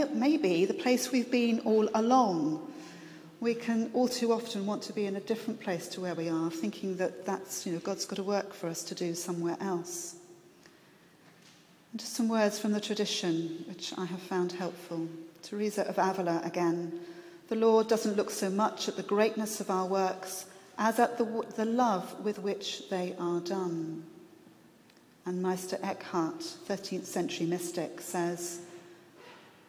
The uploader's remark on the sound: This address was recorded at the national conference exploring the place of contemplative expressions of church, contemporary mission and fresh expressions of the church at the London Centre for Spirituality.